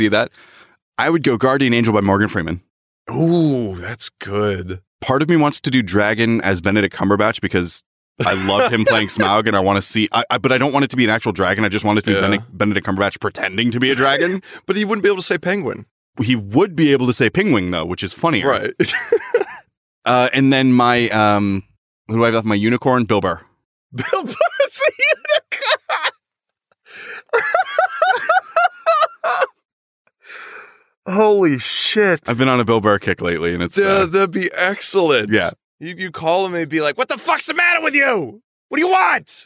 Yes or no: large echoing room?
no